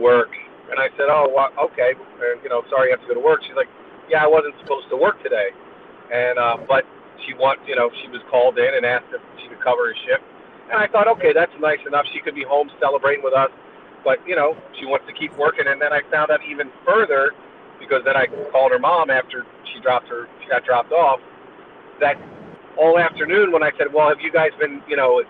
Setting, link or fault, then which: setting, inside a vehicle